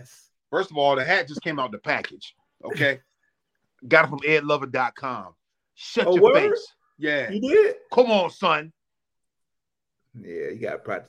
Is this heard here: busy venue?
no